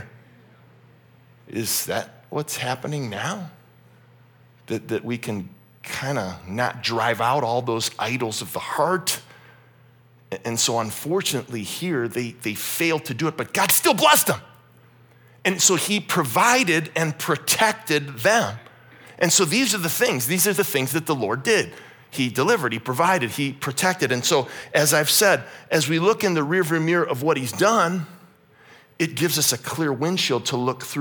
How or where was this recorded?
large echoing room